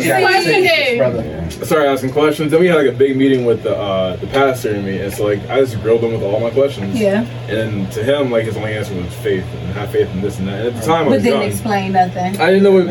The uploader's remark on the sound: Our microphones had technical difficulties